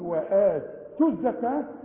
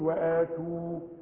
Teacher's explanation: بتلغى الواو لأنها ساكنة عند الوصل · Shown in: first take · إنما تثبت إذا وقفنا نقول وآتوا، إنما عند الوصل بتتلغي، أقول وآتوا الزكاة، وكلمة الزكاة والصلاة والربا وهكذا بتكتب بالواو وتنطق بالألف.